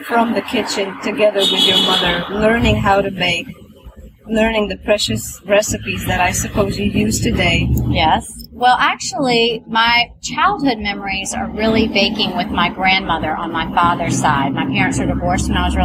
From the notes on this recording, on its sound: Interview recorded on the noisy street of Charleston, South Carolina.